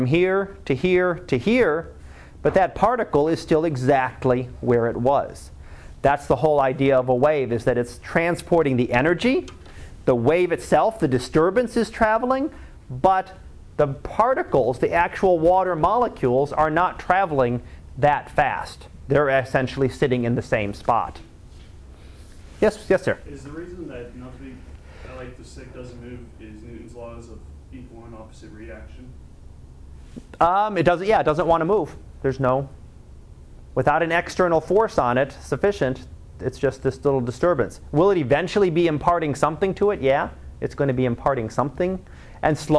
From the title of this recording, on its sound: Live Class Lecture